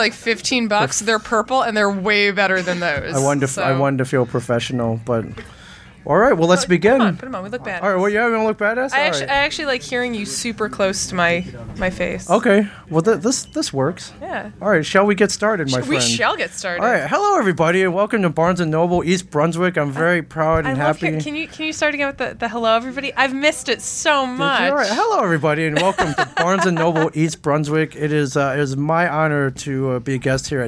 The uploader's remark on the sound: DC Day at Barnes and Noble. To Barnes and Noble to podcast live for DC Comics Day.